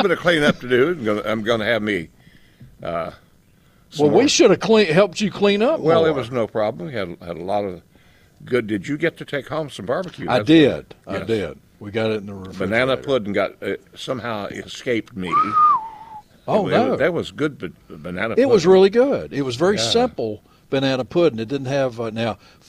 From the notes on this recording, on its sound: Broadcasting live from Bell’s Carpet & Floors.